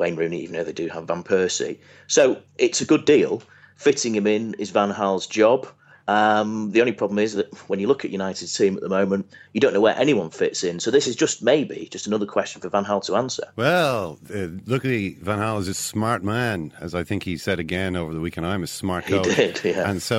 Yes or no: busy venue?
no